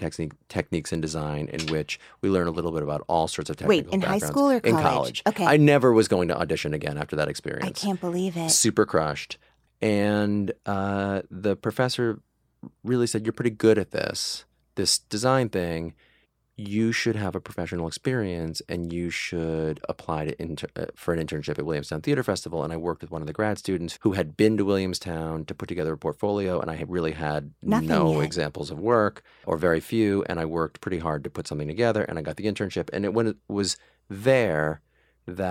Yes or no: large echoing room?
no